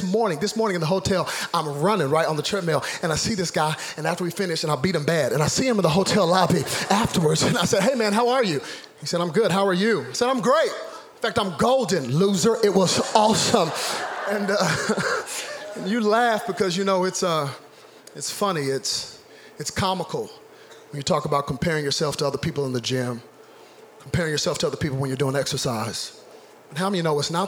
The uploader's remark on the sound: Zoe Church LA. Live from El Rey Theater.